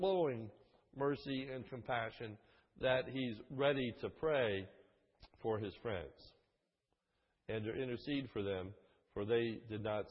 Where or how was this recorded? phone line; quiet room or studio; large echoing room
large echoing room